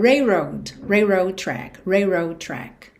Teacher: Então, acaba soando railroad. Ou seja, você vai ignorar um pouquinho esse L